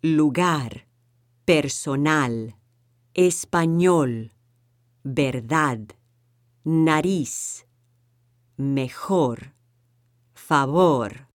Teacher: If the word ends in any other consonant except N or S, pronounce the word with the stress on the last syllable. For example, lugar, personal, español, verdad, nariz, mejor, favor. · Term: stressing the correct syllable